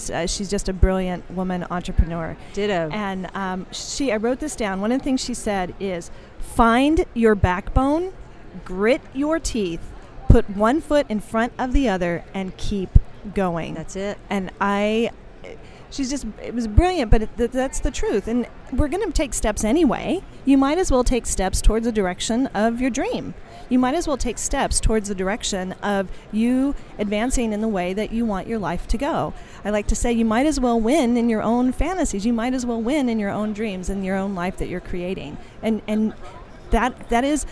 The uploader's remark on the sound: LIVE on day 2 of the #SageSummit !